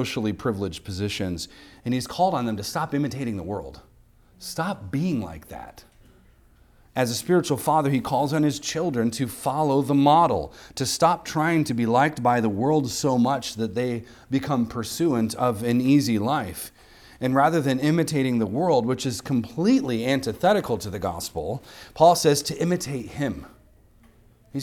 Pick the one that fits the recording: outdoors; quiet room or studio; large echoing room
large echoing room